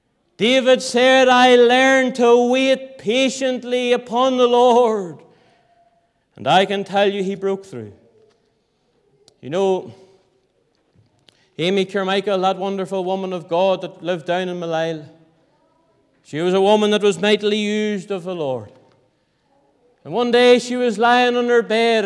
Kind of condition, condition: setting, large echoing room